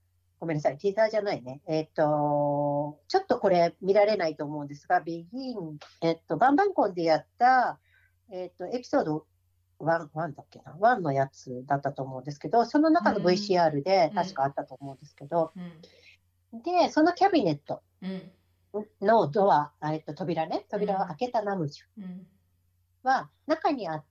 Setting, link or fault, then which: link, video call